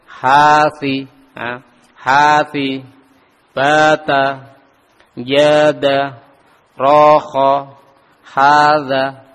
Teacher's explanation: fathah yang diikuti alif sukun. Nah, maka di situ dibaca dua harokat · Term: mat tobi'i